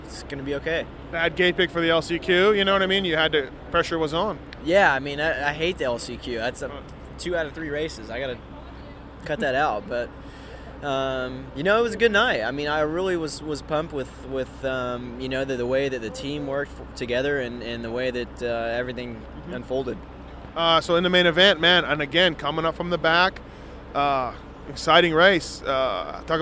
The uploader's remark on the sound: Post race interviews from Dodger stadium.